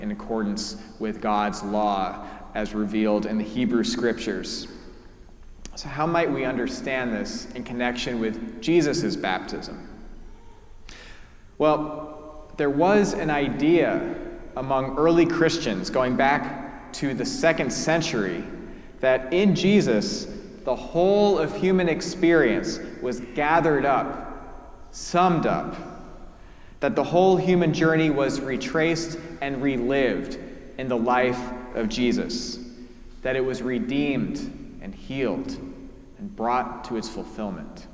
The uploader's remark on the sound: Preached at our celebration of the Holy Eucharist on the First Sunday after the Epiphany: the Feast of the Baptism of Our Lord.